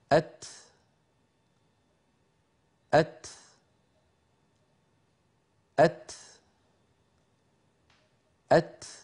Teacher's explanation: الكاف والتاء في لغة العرب شديدتان في أولهما مهموستان في آخرهما، نطقهما هكذا. · Term: تاء ساكنة